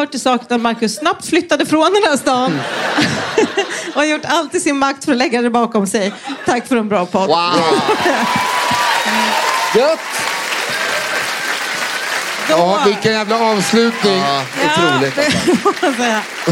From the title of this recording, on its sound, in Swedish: Live på Scala